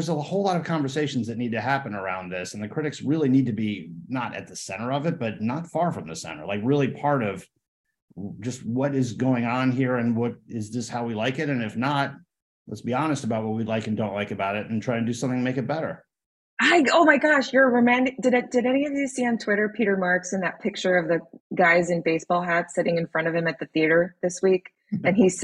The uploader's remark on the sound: These discussions were live-streamed over zoom and recorded